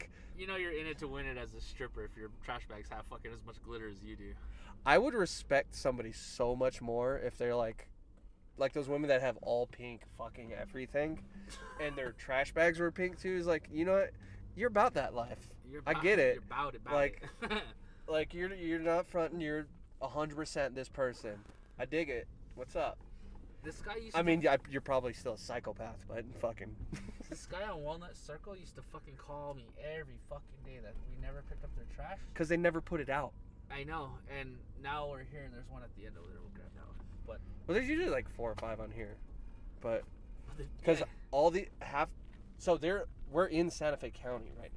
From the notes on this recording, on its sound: our 3 hour recording in the truck